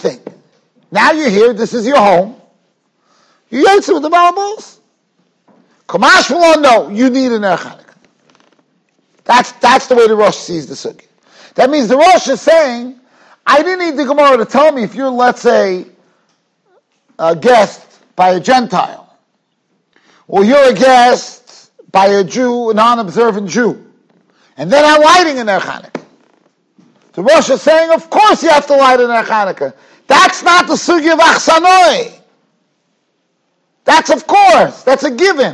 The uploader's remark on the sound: Shiur recorded in Yeshivas Ohr Reuven, Monsey, NY.